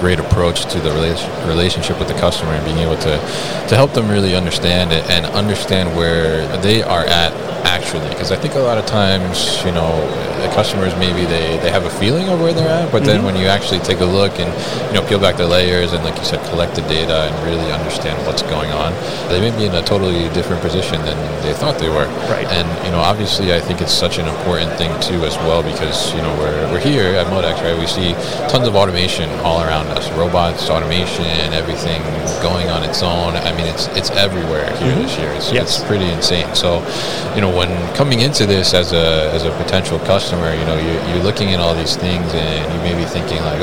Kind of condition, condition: setting, busy venue